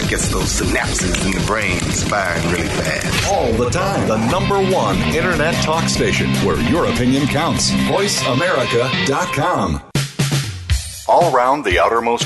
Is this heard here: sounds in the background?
no